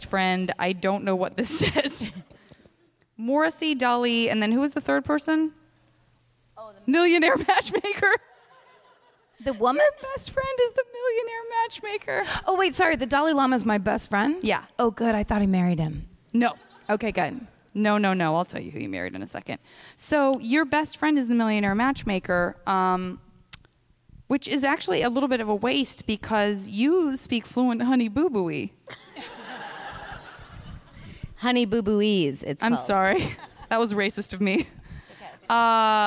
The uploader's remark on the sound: Live recording from Portland's terrifically fun Bridgetown Comedy Festival.